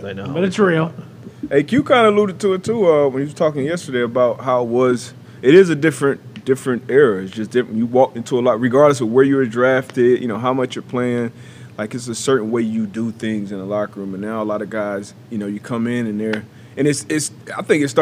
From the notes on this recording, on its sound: LIVE From The ThunderDome.